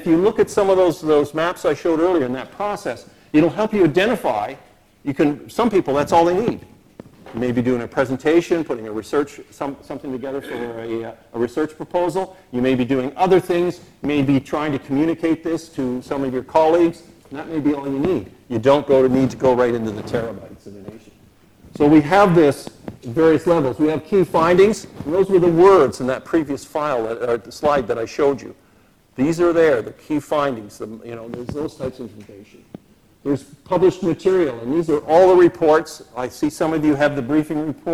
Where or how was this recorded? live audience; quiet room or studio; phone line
live audience